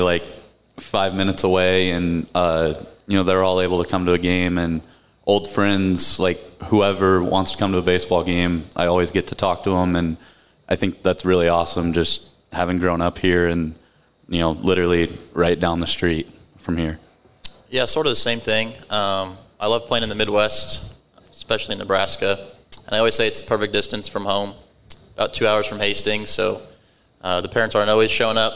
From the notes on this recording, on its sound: Omaha Baseball: Live Show Edition. Hosted the Omaha Baseball team live at Hail Varsity club.